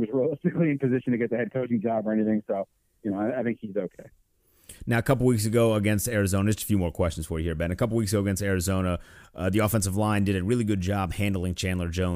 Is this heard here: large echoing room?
no